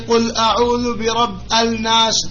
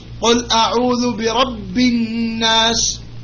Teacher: An-Nas, is Lam Shamsiya, meaning you cannot say Al-Nas. · Shown in: second take